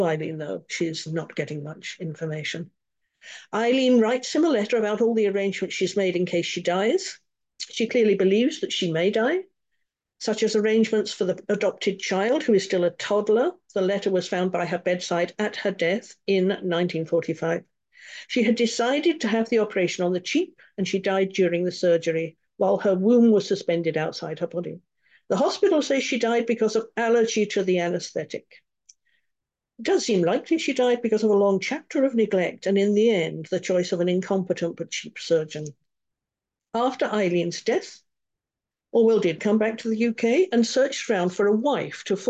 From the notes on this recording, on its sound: A live webinar on Sunday 14th Jan at 10am UK time.